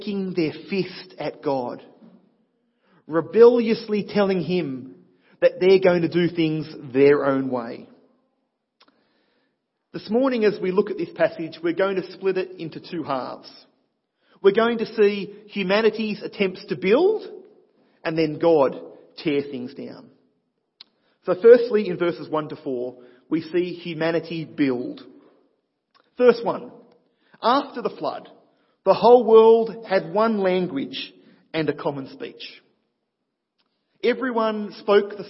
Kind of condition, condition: setting, large echoing room